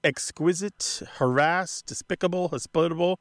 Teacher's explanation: But even words like exquisite, harass, despicable, hospitable, they're all moving that pronunciation, that stress in the pronunciation, to the second syllable. And there's a reason for this, is because English wants a rhythm.